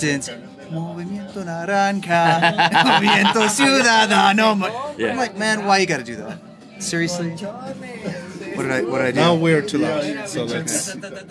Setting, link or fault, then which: setting, inside a vehicle